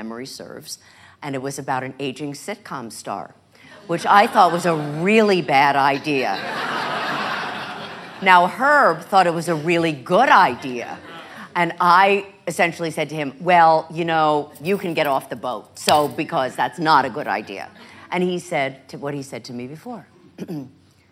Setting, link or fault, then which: setting, live audience